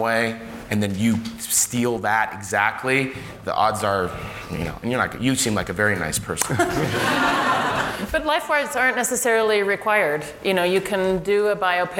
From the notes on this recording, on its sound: Panel (SFF 2018). Directors, producers, and legal experts "workshop" along with audience members.